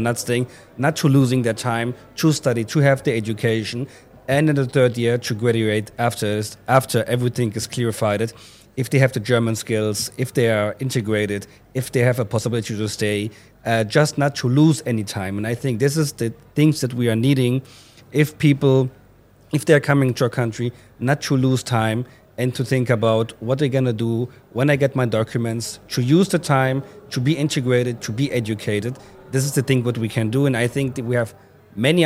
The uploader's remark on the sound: held at the Raisina Dialogue in New Delhi, March 2023